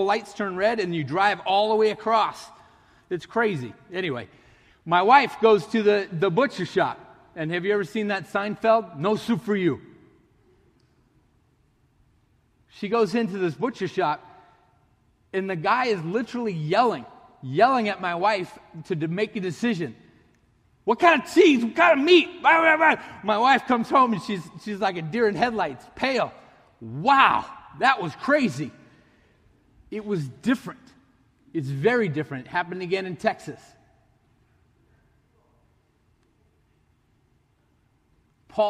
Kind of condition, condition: setting, large echoing room